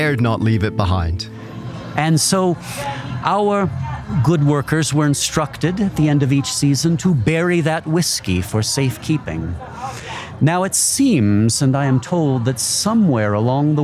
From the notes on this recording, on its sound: On Location in Rocky Mountain National Park.